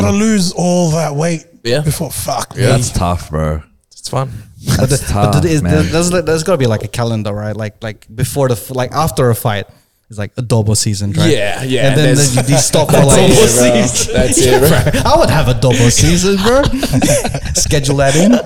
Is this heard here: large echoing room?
no